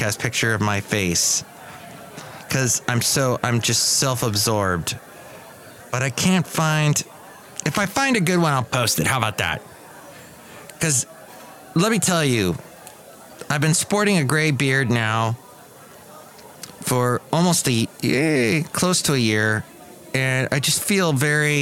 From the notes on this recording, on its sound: podcasts live from Cafe Anyway